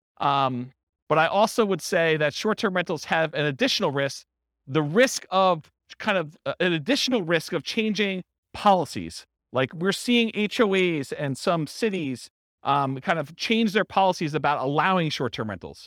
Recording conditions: live audience